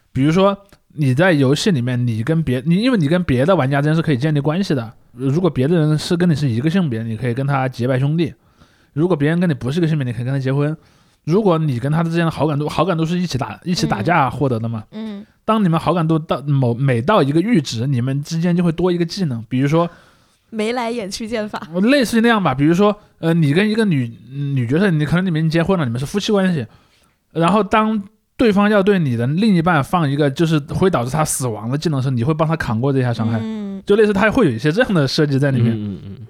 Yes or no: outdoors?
no